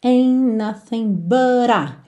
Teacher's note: Você não ouve o T de ain't, ok?